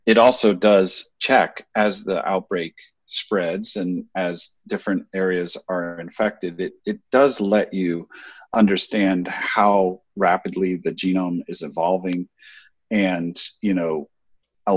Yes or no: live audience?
no